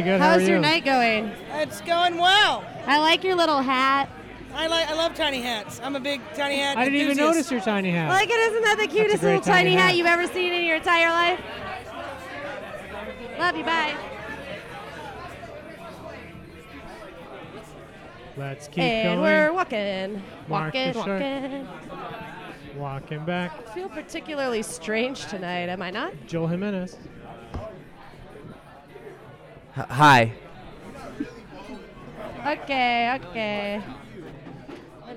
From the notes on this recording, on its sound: Recorded Mondays at The World Famous Comedy Store.